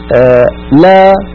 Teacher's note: كا هذه كاف شديدة، لا هذه لام بينية، سا هذه سين رخوة، زمنها واحد